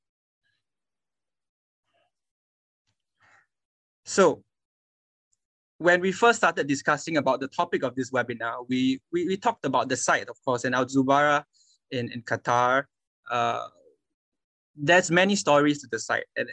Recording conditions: video call